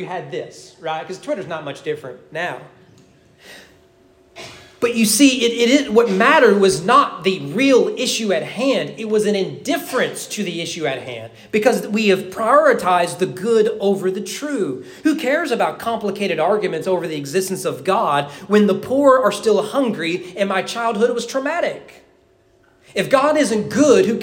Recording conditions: large echoing room